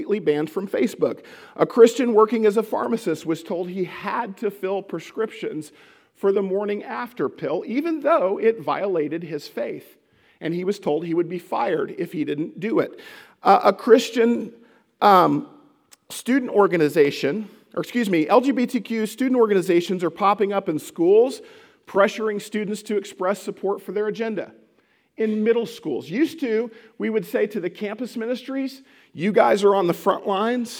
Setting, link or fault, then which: setting, large echoing room